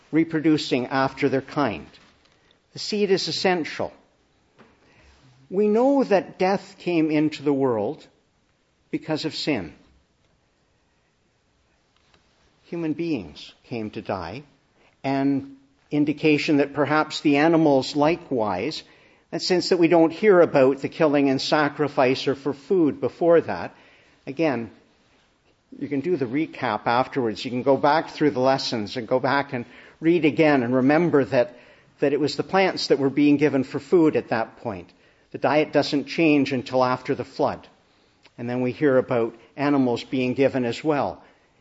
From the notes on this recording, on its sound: Preached in the Annunciation of the Blessed Virgin Mary, Ottawa at the Easter Vigil.